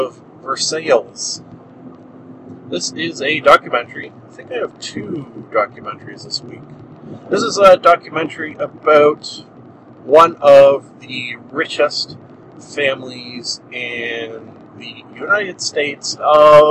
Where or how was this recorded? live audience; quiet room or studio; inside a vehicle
inside a vehicle